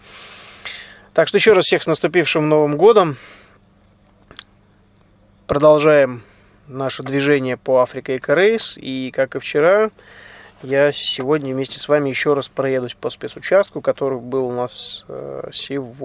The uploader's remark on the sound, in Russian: Этот выпуск я записал на бивуаке посреди пустыни в Марокко, после финиша СУ4 ралли-марафона AFRICA ECO RACE 2016.